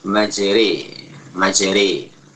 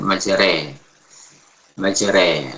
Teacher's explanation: Suaranya lebih dekat kepada kasrah daripada fathah. · Shown in: first take · Ya. Imalah kubra.